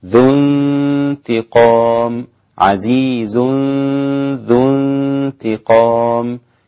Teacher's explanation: عندك إخفائين، إخفاء التنوين مع الذال وإخفاء النون مع التاء في انتقام